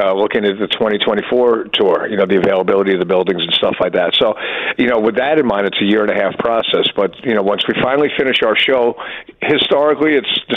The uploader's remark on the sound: phones